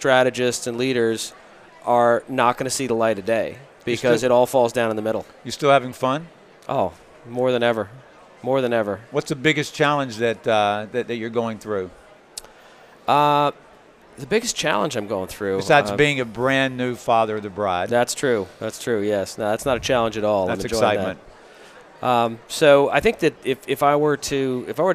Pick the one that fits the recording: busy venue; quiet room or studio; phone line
busy venue